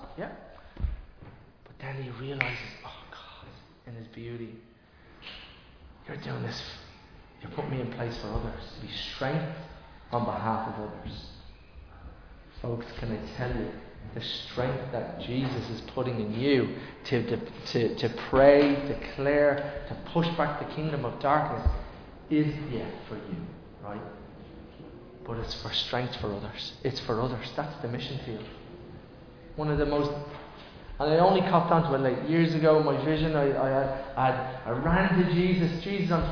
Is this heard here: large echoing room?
yes